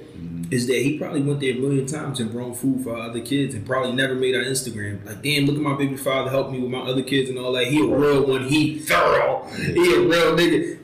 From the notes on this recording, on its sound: For the audio quality issues. We ran into some technicals errors this week, but didn’t want to leave you without an episode.